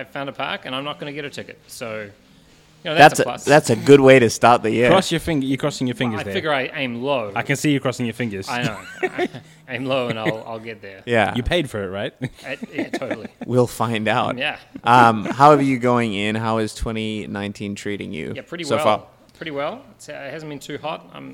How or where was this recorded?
live audience